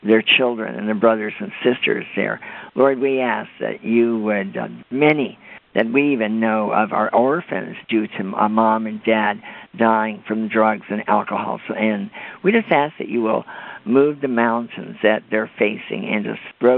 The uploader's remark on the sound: This was a Conference Call on the National Day of Prayer to pray for America and our families.